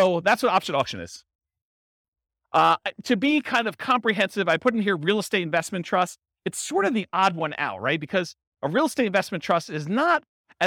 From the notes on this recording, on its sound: This was a live class recorded